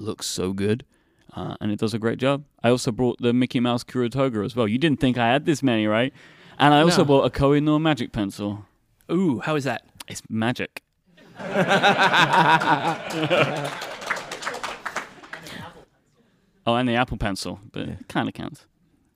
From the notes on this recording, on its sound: Live from the Atlanta Pen Show 2016. In front of a fantastic audience.